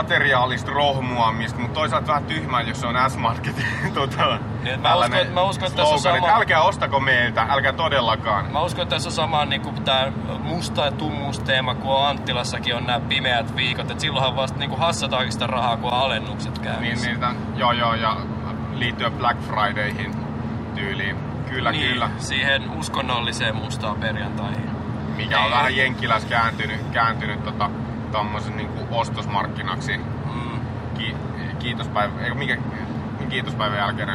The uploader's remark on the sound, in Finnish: Luvassa on jälleen autoilu jakso. Korporaation pojat oli matkalla kohti Viroa ja mukaan oli sattumalta tullut nauhoitusväline.